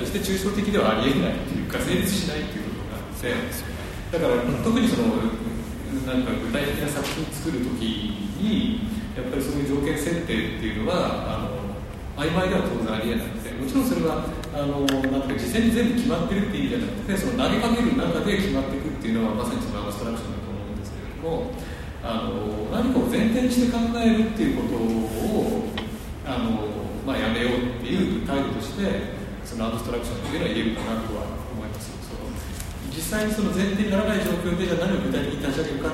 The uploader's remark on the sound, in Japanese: のトークイベントの録音です。会場：武蔵野美術大学鷹の台キャンパス 2号館309、310教室。